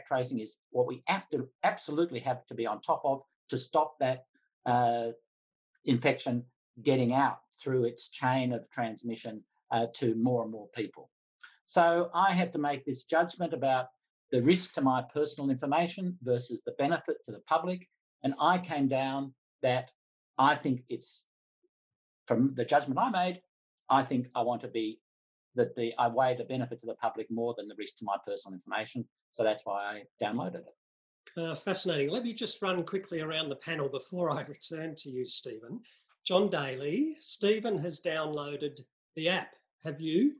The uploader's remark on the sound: Planning for recovery: Australia after the pandemic - Webinar recording. In this Grattan Webinar recording, a panel of policy experts provided perspective on these questions.